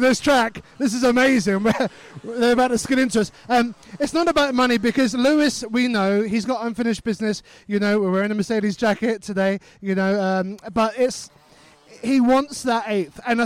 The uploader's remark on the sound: In this episode, we broadcast live from Forest Edge Karting Club near Andover.